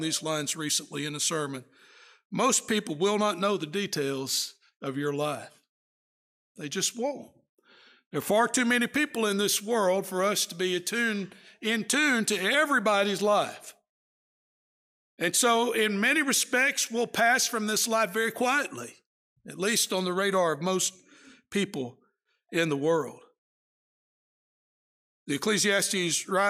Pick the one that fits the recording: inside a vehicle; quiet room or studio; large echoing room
large echoing room